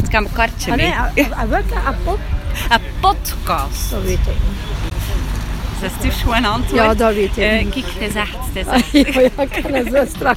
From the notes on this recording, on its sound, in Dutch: dat een marktganger vermoedde dat er verborgen camera’s schuilgingen achter onze microfoon